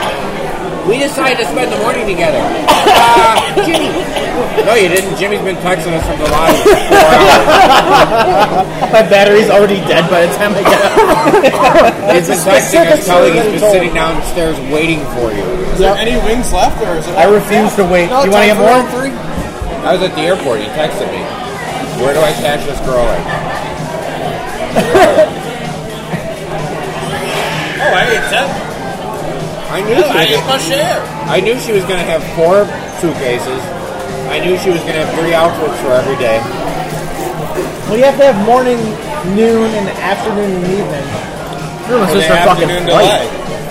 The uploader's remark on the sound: Recorded Live at Hooters in Terrible Quality